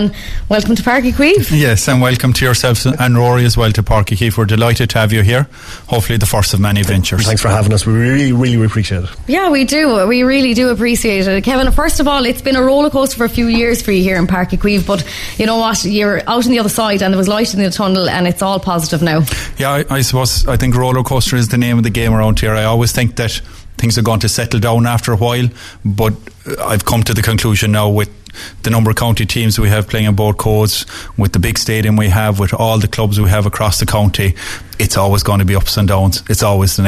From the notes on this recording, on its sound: live from Pairc ui Chaoimh to celebrate the launch of the RedFM Hurling Leagues